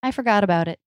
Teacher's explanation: in the phrase about it, they're linked with a flap T, but then there's a stop T at the end.